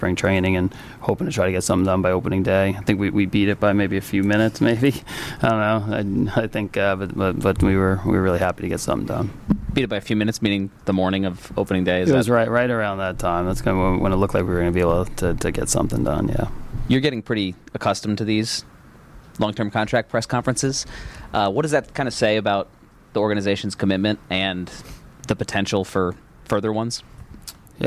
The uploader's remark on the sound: Press Conference